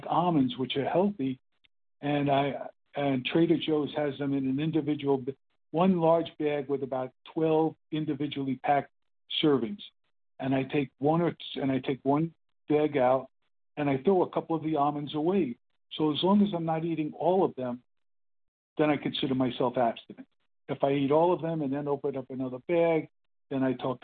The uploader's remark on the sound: the 100 Pounders Phone Meeting, 3/31/23